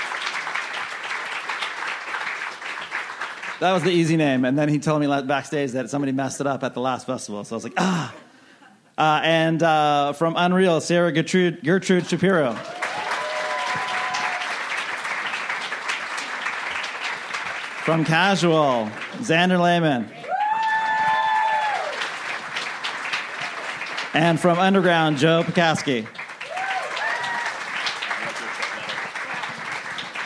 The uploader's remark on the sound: A double-header recorded at ATX, a Television Festival this year. Recorded at ATX Television Festival on June 11, 2016.